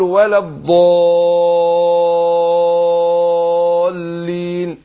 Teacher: ومد بقى الالف ست حركات